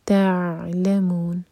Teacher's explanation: تعلمون نون کو ساکن کر کے رکیں گے تو مون چار حرف کا لمبا ہوگا. یہ ہے مد عارض للسکون.